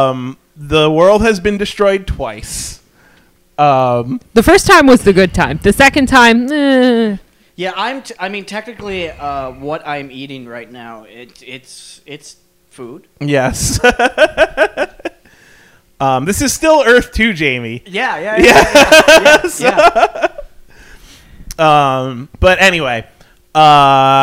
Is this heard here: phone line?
no